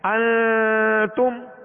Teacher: ایک الف کی مقدار میں آواز کو ناک میں لے جا کر ٹھہرانا، ناک میں آواز کو ظاہر کر دینا · Term: غنہ